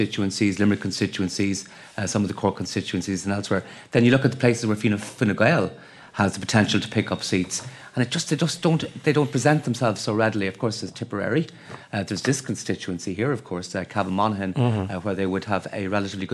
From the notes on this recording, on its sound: Live at FG Conference. This weekend it was Fine Gael's turn for their annual get-together.